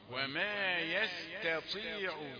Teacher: هات التاء الأول رقيقة وبعدين الطاء مفخمة